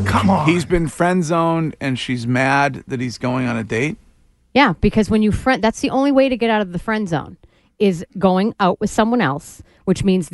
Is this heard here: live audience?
no